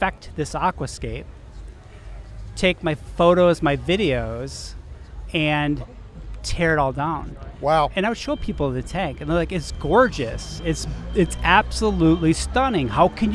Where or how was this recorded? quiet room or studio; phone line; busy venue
busy venue